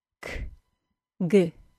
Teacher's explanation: First, the aspiration. That's the puff of air as the stop is released, is greater for unvoiced sounds than voiced sounds. Second, the aspiration is greatest at the beginning of words and the beginning of stressed syllables.